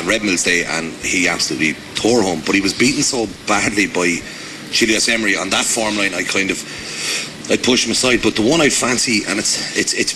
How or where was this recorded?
busy venue